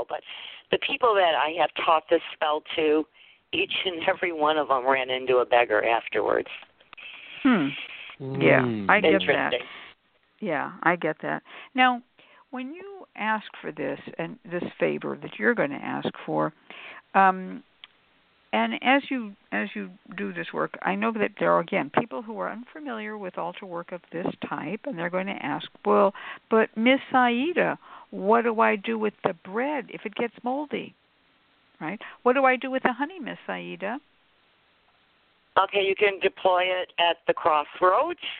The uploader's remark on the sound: a real, live call-in show